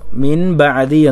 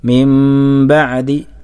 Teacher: ആ നൂനിനെ മറിച്ച് മീമാക്കണം എന്നതാണ് അവിടുത്തെ നിയമം · Shown in: second take · അപ്പോൾ മിൻ ബഅദി എന്നല്ല ഓതേണ്ടത്, മിം ബഅദി, മിം എന്ന് ചുണ്ട് മുഴുവനായി പൂട്ടി ഒന്ന് ഓതാൻ പാടില്ല, അല്പം ഒരു വിടവ് ചുണ്ടുകൾ തമ്മിൽ ഉണ്ടാകണം. · Term: ഇഖ്ലാബ്